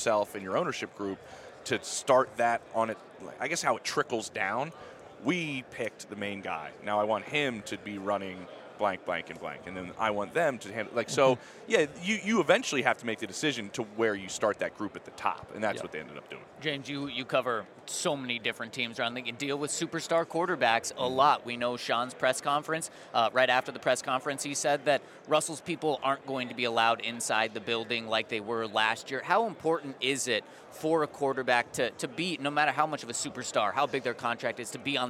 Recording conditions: busy venue